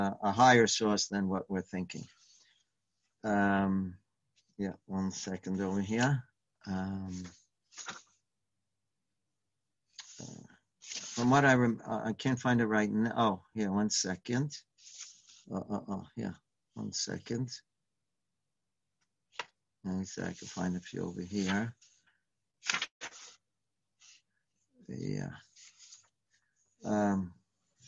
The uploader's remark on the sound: Live On Zoom.